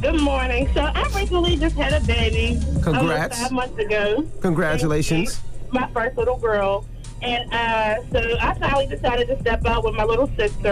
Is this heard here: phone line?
yes